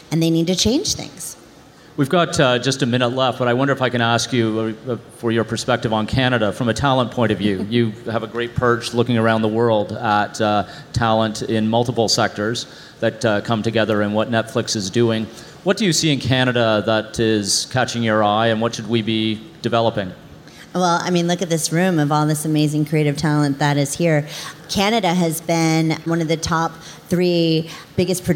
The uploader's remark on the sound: This episode is live from the C2 conference in Montreal.